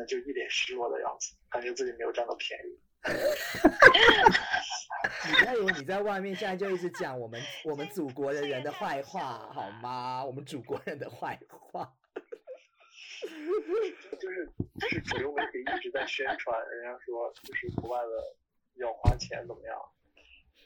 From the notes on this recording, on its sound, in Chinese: 東京、台北、洛杉磯 三方跨國連線。因跨國錄音 音質問題 請見諒。